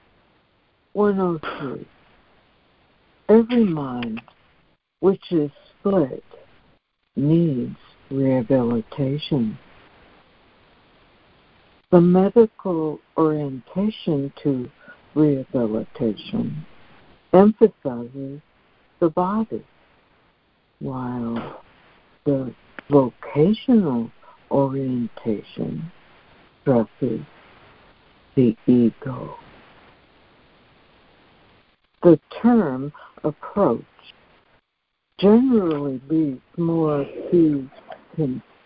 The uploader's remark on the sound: ACIM Daily Conference Call